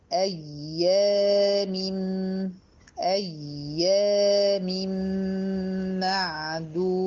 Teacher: انتبهي للياء المشددة، بنعملها حاجة اسمها نبر